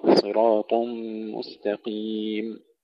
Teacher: ننتبه إلى تفخيم الصاد والطاء والقاف